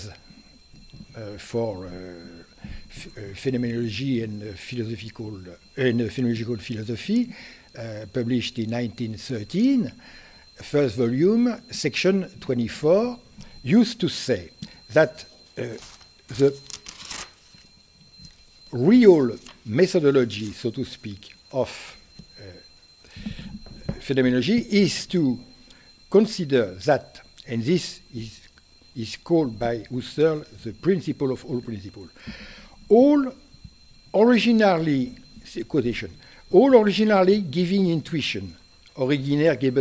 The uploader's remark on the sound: Delivered this lecture on January 16, 2019 at the University of Chicago. Which includes the Q and A session.